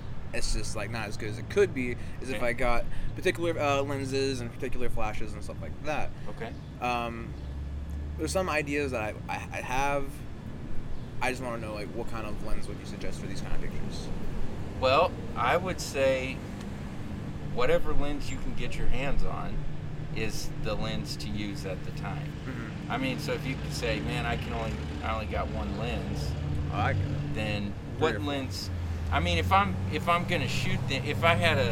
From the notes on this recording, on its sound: Teaching Outside a Coffee Shop in Wichita Falls, Tx. I turned the cameras on and recorded our lunch date.